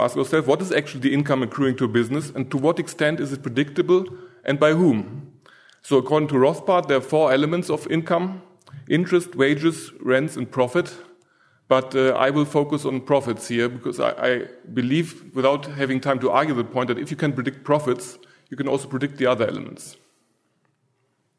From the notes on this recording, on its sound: From the session on "New Frontiers in Austrian Economics," presented at the Austrian Economics Research Conference. At the Ludwig von Mises Institute in Auburn, Alabama.